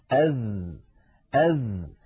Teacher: من صفاته في اللغة العربية أن الذال مجهورة، لأنها ليست من حروف سكت فحثه شخص، فلا يجري معها النفس كثيرا، يجري نفس ضئيل لا يعتد به